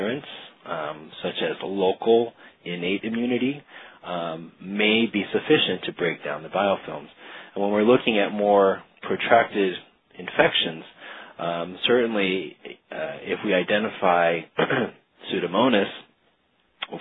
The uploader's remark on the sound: Author in the Room®Teleconference